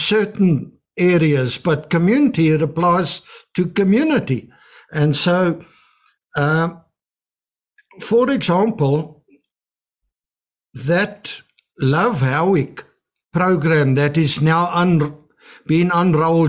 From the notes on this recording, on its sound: The Transformation Table Zoom Meeting